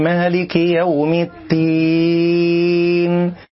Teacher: من الأخطاء إبدال الدال تاء من كلمة الدين